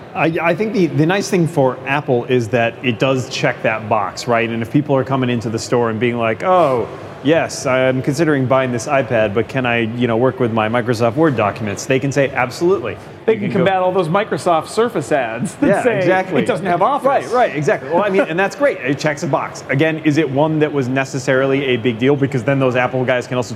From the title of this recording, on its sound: Live from Macworld/iWorld